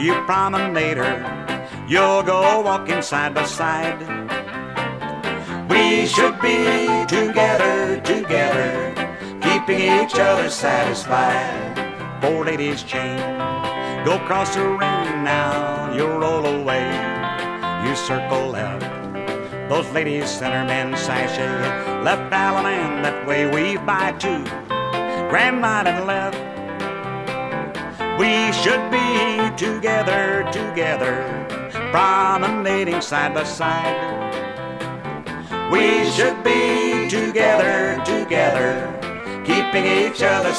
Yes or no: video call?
no